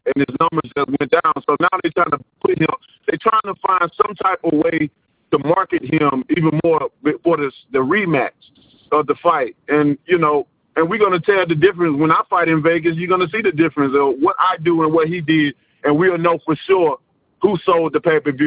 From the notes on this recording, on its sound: Media Conference Call.